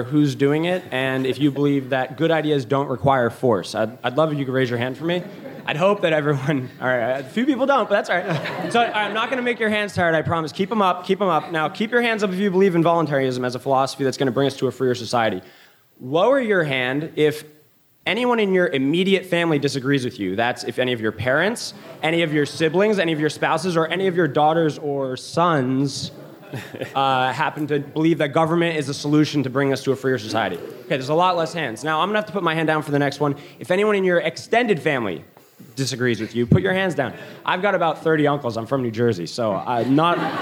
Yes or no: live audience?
yes